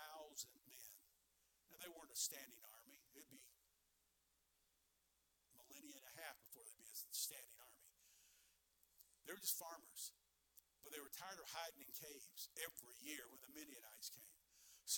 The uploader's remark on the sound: Sermons preached from the pulpit of Anchor Baptist Church in Columbus, Ohio. Missions Conference 2023.